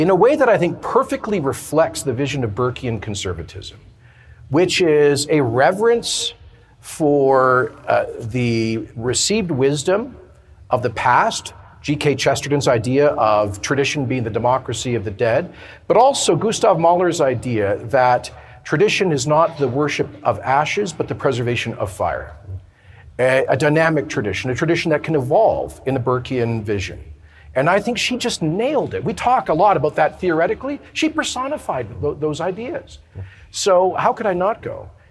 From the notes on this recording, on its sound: at the Canada Strong & Free Network conference in Red Deer